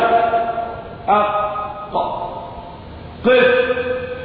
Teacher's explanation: وأنا أقلقل القاف لأن من صفاتها القلقلة الاهتزاز. يعني أقول إذا أردت أن تعرف مخرج الحرف فأدخل عليه همزة أولا ثم سكن، يعني قف عليه تعرف مكان مخرج الحرف لأنه يحدث احتكاك. · حرف القاف، يخرج من أقصى اللسان فوق. يعني إذا أنا مثلت لأن اللسان هو ده طرفه وده أقصى من جوه من الداخل، إذا أنا مثلت فقلت هذا طرف اللسان وهذا أقصاه من الداخل، فأقول من هنا من أقصى لسان فوق تخرج القاف. · هذا الاحتكاك الحيز المكاني هذا هو مخرج الحرف، هذا الاحتكاك. فإن أقصى اللسان في القاف يلتصق بأعلى الحنك